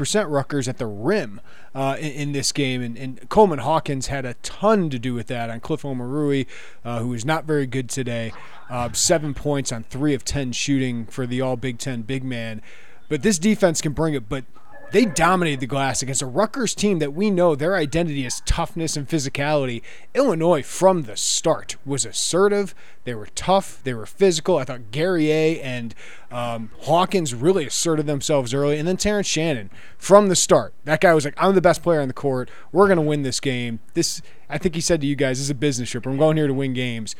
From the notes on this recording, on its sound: live from Jersey Mike's Arena